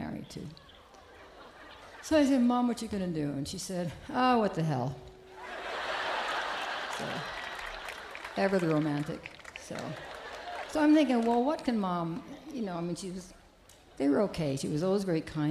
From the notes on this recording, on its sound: Newport Folk Festival 2009.